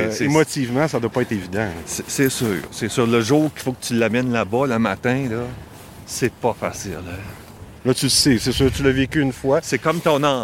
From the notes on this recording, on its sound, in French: Pour mon premier épisode en captation extérieure. Belle promenade avec la belle Chagal qui n'a pas encore un an !